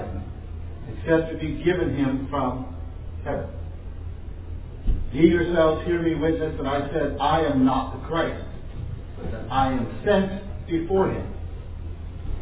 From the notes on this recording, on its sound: This was preached in an open public venue, so please forgive the background noise.